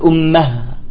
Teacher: إذا وقفنا على هاء التأنيث نقف بالهاء